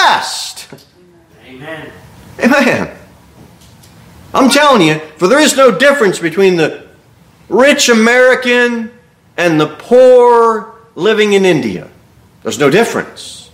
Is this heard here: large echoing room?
yes